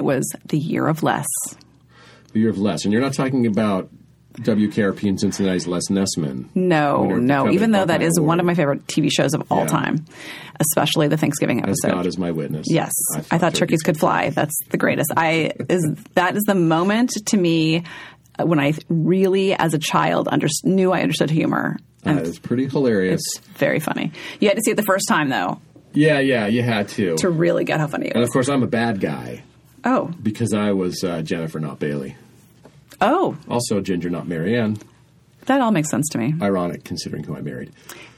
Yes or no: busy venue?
no